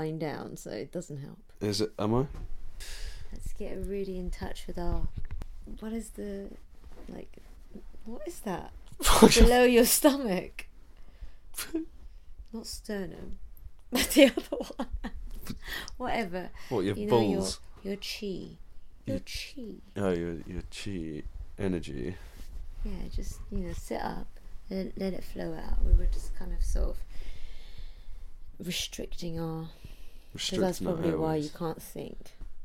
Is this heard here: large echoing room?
no